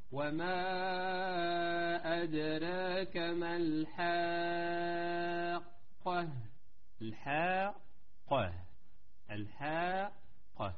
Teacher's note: وإنما الحاء مرققة والقاف مفخمة